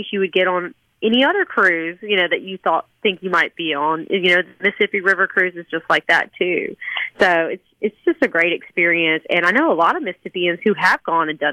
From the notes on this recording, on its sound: joins the conversation by phone